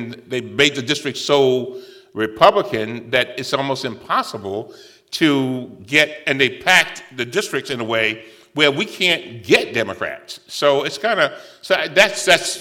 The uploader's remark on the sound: Black Policy Conference Keynote. Institute of Politics. Delivered the opening keynote speech of the Black Policy Conference.